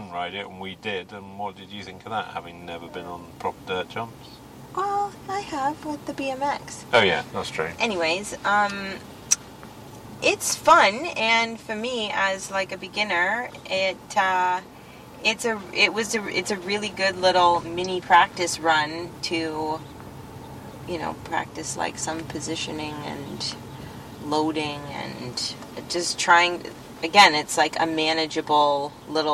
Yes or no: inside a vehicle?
yes